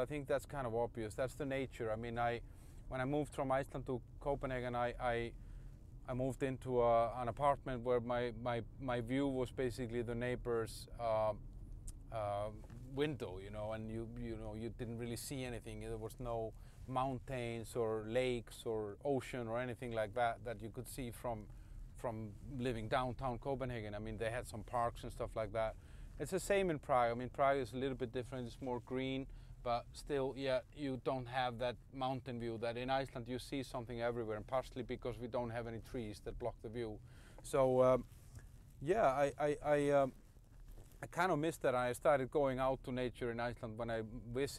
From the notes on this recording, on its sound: Ranting in the Car